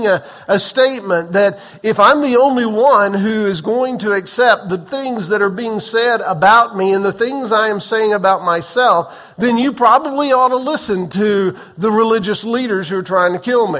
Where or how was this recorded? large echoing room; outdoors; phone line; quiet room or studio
large echoing room